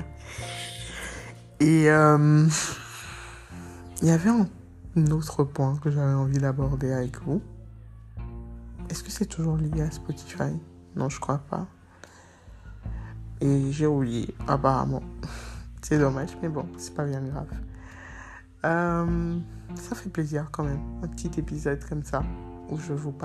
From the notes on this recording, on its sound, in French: Retour au mode note vocale que j’aime vraiment.